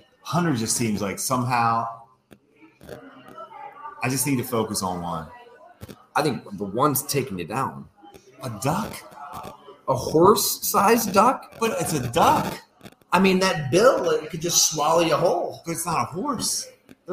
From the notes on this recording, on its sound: I discuss live at Fattey Beer Company in Hamburg